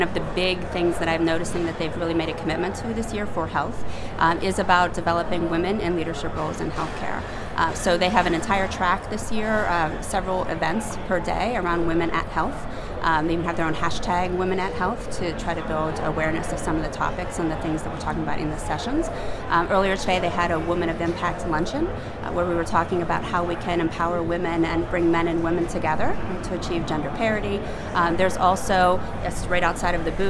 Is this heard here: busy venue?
yes